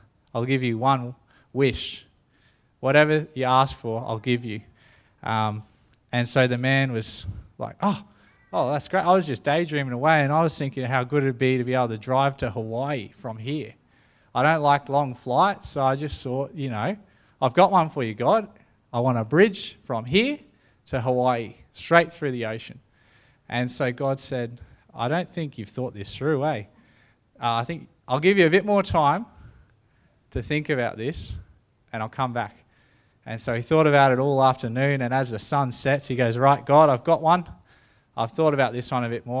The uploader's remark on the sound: The live stream of Destiny Church Atherton.